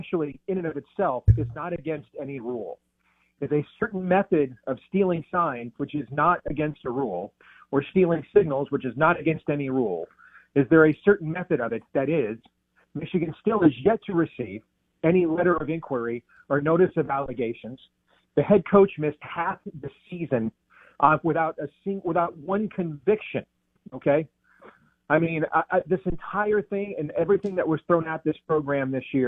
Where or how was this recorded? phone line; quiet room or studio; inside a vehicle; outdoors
phone line